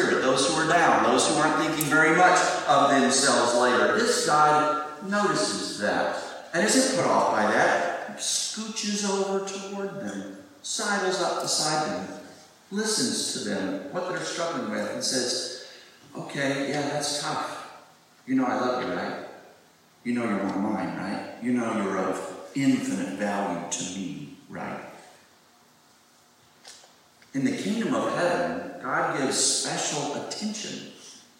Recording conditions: poor sound quality